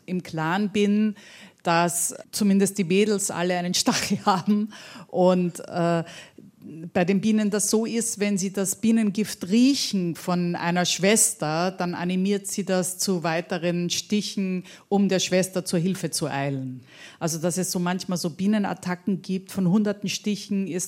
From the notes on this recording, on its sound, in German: Im Studio Eins des Saarländischen Rundfunks. Der Mitschnitt der öffentlichen Veranstaltung.